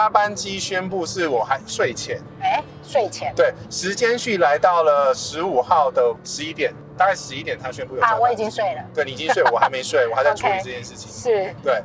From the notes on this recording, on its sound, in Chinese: 本集因為在高速公路邊聊天邊錄音。背景噪音已經做過相對應處理，但還是沒辦法跟其他集數相比。